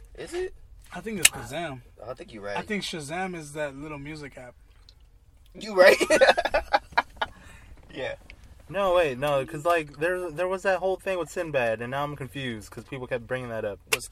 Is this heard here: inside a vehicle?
yes